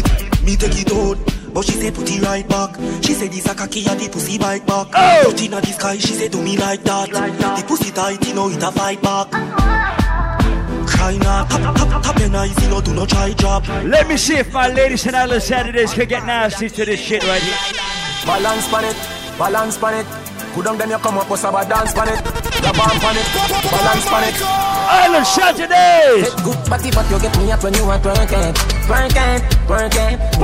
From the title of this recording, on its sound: LIVE AT ISLAND SATURDAYS ON MAY 26TH